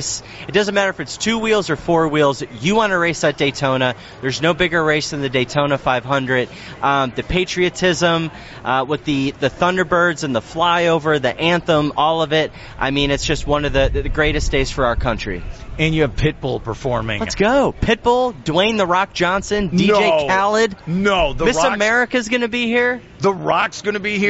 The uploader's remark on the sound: joined live at the Daytona International Speedway